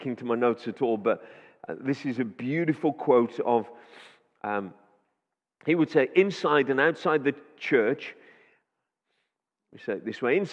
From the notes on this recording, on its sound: Audio recording taken from Kent Prayer Quake 2021